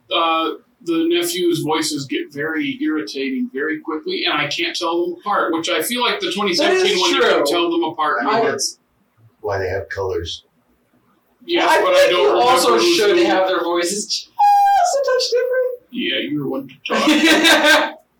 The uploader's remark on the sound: OUR AUDIO WAS CORRUPTED!